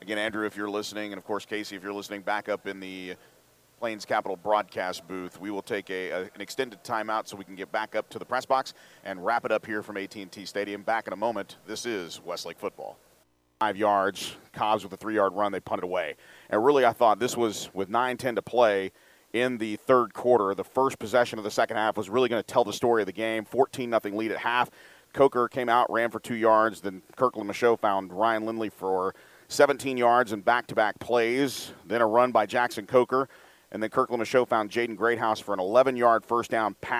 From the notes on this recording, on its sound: Enjoy the final call and the post game show live from AT&T Stadium